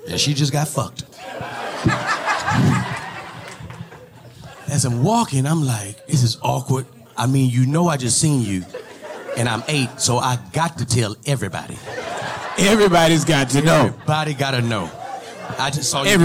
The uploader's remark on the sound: (LIVE). The fellas answered questions live from the audience.